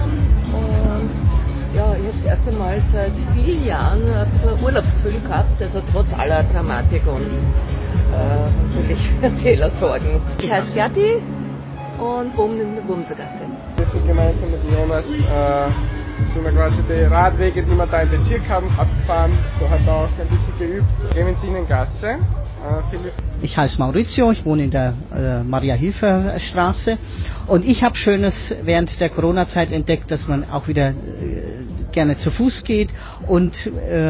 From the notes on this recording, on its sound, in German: hören Sie eine Audio-Collage von Interviews, die wir beim Reindorfgassenfest im September 2020 geführt haben